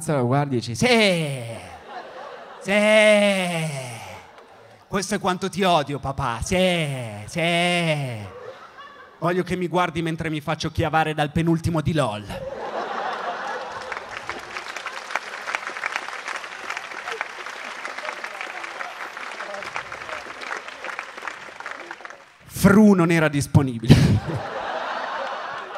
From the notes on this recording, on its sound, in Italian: Registrato al Magnolia di Milano